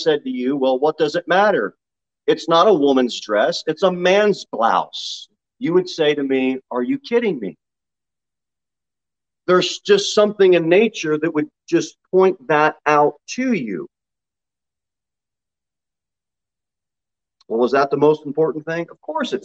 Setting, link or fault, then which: setting, large echoing room